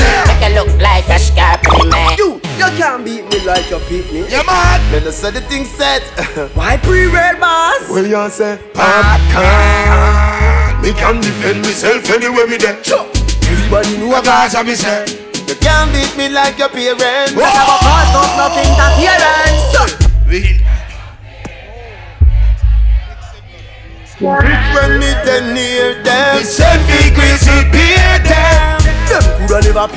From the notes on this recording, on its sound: LIVE IN CITY VIBES VICTORY PARTY.